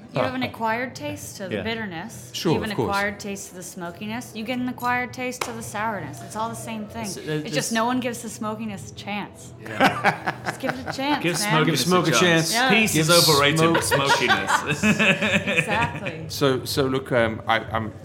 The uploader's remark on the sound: Recorded live at IMBC.